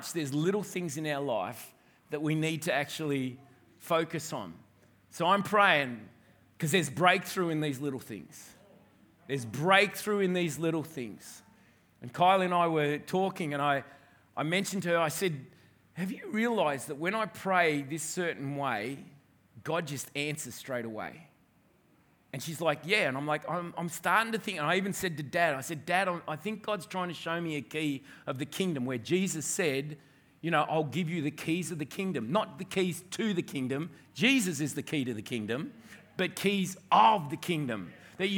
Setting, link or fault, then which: setting, large echoing room